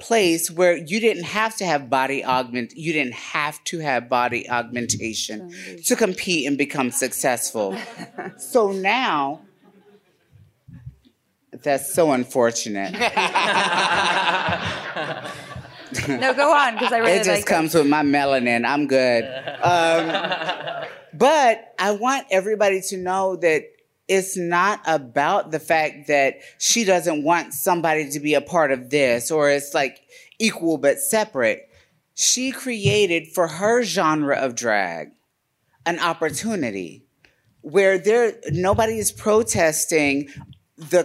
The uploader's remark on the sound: Live at RuPaul's DragCon 2019!!! Recorded in front of a live studio audience.